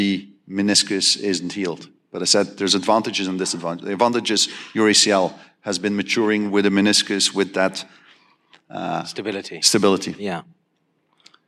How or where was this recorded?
live audience